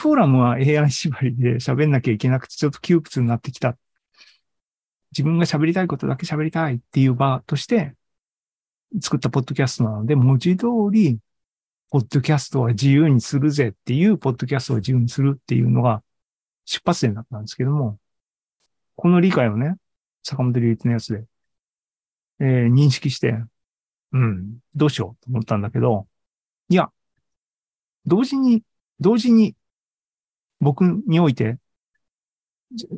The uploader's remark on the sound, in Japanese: ２０２３年５月３１日に開催した ZOOMライブの模様です